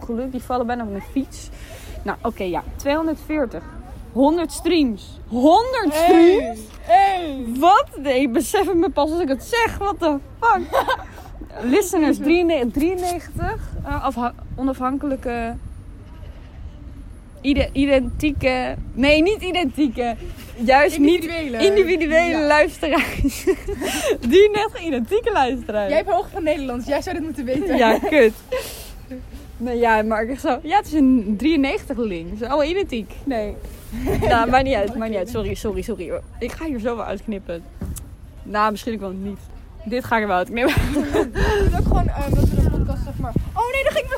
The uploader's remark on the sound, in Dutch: Door de wind is het gesprek soms moeilijk te verstaan en dat spijt ons. We hebben veel audio niet kunnen gebruiken door het slechte geluid, dus bij deze beloven wij dat we nooit meer in de wind zullen opnemen.